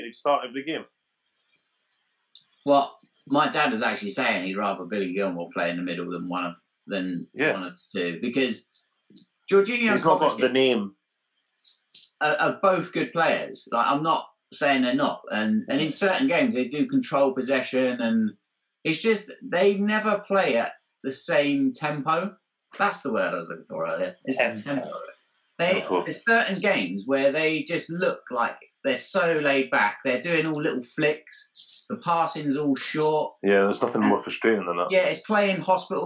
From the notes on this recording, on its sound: The Football Humans are back on Zoom